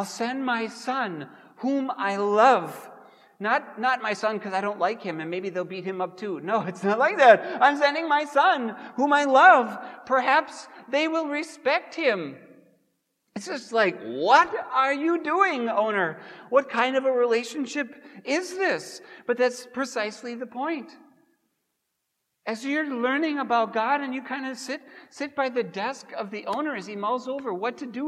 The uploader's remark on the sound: Preached at Grace Ev. Lutheran Church.